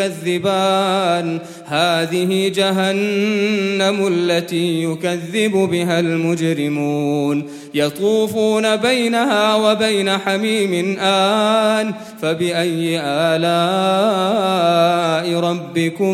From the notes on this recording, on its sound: Ramadan 2018 at the Houghton Masjid (West Street)